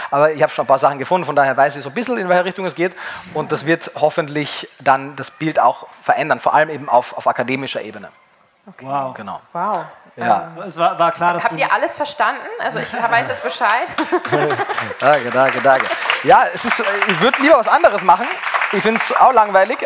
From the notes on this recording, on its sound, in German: auf der VeggieWorld in Hamburg aufgezeichnet.